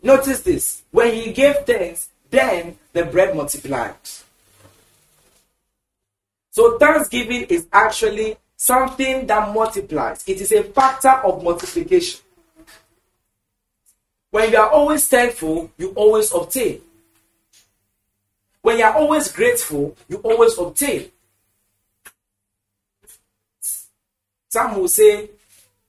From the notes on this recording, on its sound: Preached at the The Annual Thanksgiving Services, Accra, Ghana.